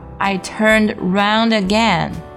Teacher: turned 要做一个顺序爆破处理